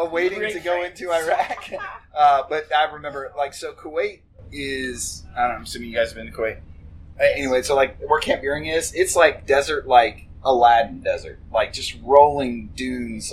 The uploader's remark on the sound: Had a great conversation with three great Americans I get the pleasure to work with here in Kenya. The audio is a little sketchy.